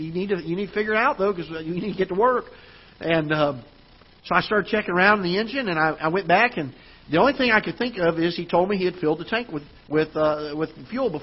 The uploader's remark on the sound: Ketha Heights Baptist Church ~ Live Broadcast.